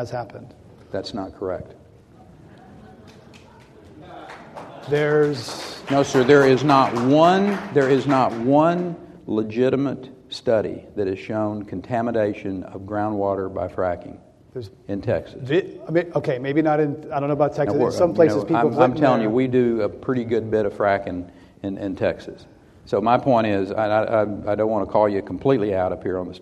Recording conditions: live audience